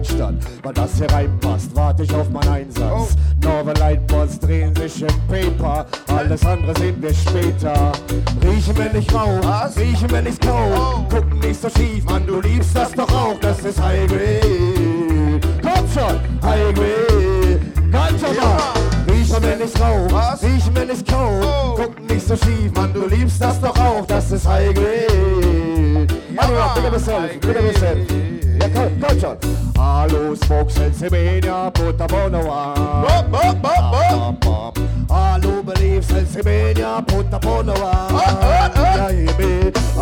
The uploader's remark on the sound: this is the Audio of the Dance